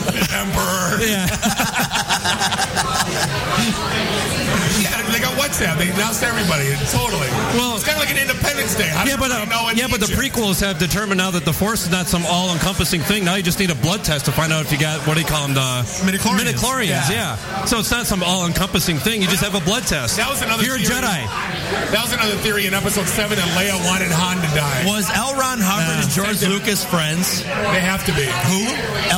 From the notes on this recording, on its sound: Podcast Detroit Shows live from Falling Down Beer Company